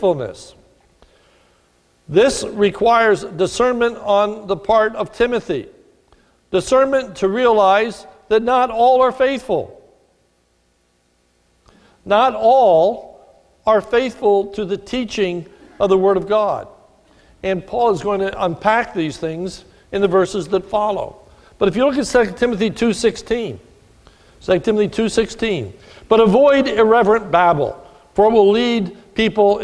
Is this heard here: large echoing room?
yes